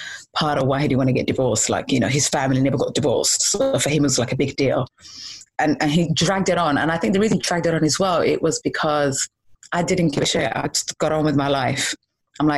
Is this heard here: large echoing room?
no